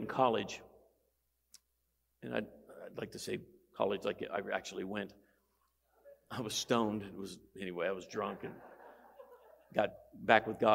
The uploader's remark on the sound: Every February, pastors and leaders from around the country gather together at our leadership conference. Here’s one of the recordings from our 2023 Leadership Conference.